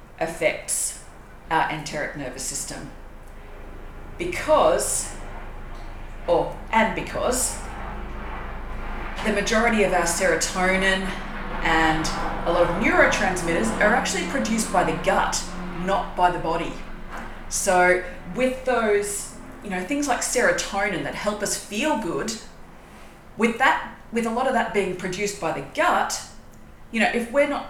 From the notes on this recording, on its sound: This episode was recorded during a short networking event, with a very brief introduction on this topic.